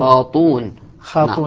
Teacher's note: حذفت الهمزة، الهمزة حذفت لكن تحولت الكسرة التي قبلها تحولت الكسرة إلى ضمة لتناسب الواو · Term: إبدال الهمزة ضمة